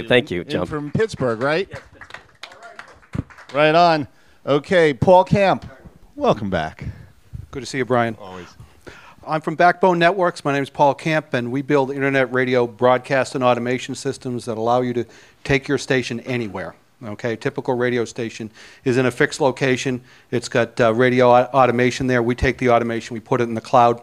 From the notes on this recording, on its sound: Elevator Pitch at SF MusicTech Summit XIII. All attendees were welcome to get up to the microphone and give a 1 minute pitch.